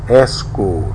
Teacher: When noun, say escort with a stressed bet vowel and follow with port vowel. When verb, say escort with bit vowel and stressed port vowel. · Term: dadi